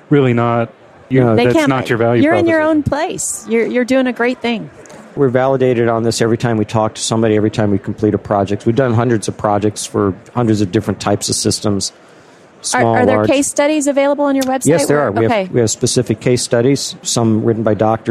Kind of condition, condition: setting, busy venue